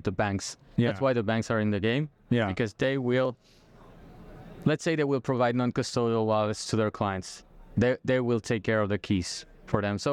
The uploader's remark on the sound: Recorded onsite at Blockchain Rio in September.